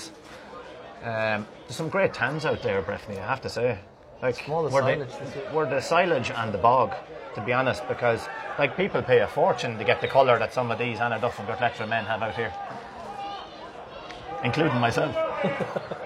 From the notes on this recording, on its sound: Live second half commentary from Avantmoney Pairc Sean MacDiarmada